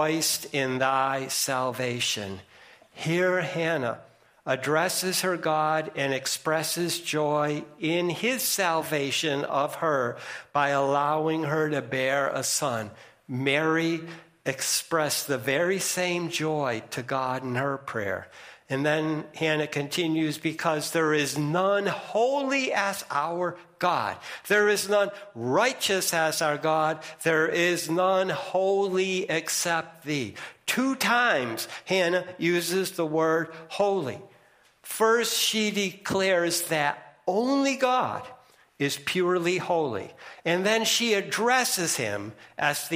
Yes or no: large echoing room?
yes